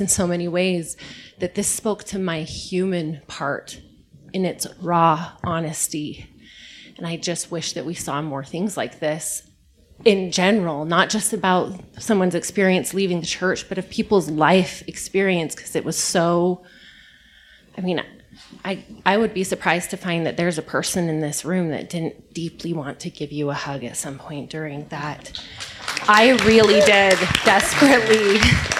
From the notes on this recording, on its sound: The podcast is the recorded pre-show and Q&A.